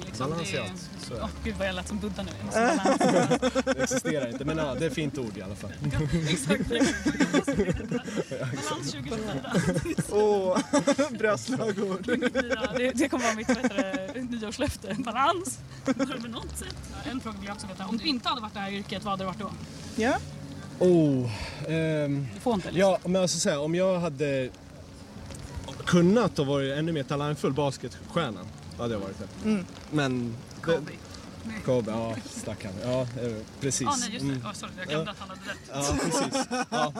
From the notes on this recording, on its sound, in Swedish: Vi smygstartar säsong två med årets Södertäljefestival! Pratar med Södertäljebor.